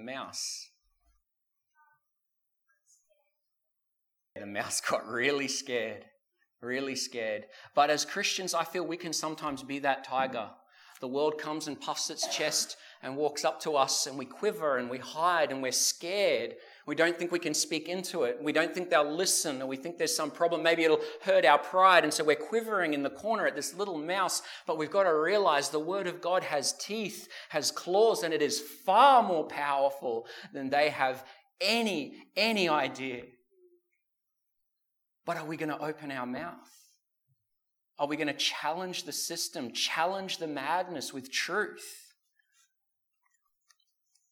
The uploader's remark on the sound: This sermon was preached at the South Grafton and Maclean services.